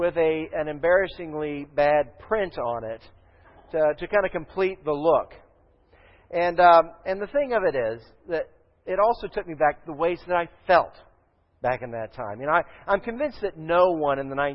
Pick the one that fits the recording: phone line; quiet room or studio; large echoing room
large echoing room